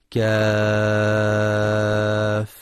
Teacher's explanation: كاف، ست حركات لأنها من حروف سنقص علمك